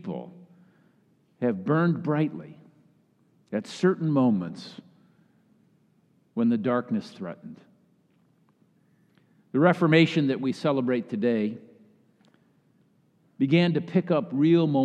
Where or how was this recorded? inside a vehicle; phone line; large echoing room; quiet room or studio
large echoing room